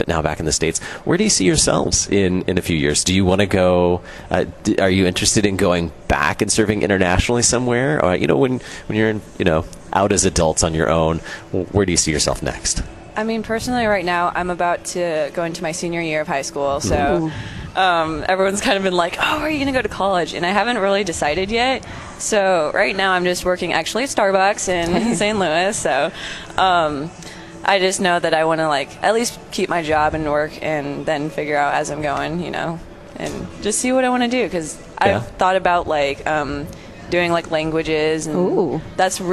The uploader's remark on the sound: Live at LCMSYG. Live from the LCMS Youth Gathering.